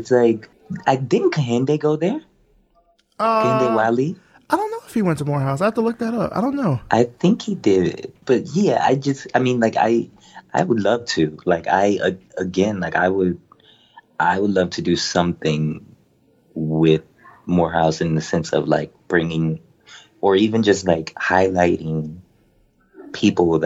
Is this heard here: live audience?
no